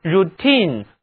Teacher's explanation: 重音在 t-i-n-e 这一部分上，其中的字母 i 读音是长元音 e